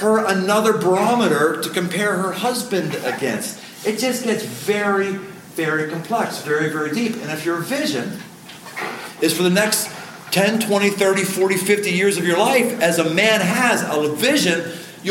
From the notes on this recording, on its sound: Live in Rock Valley, Iowa. Recorded live.